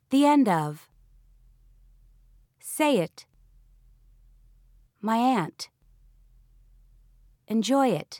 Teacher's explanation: the words are linked with the sound Y